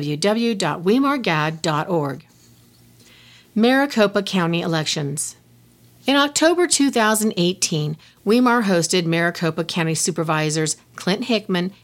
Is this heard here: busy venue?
no